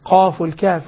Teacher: القاف والكاف حروف داخل اللسان أقصى اللسان